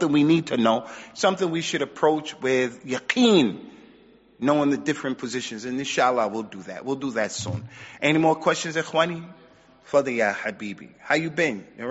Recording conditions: large echoing room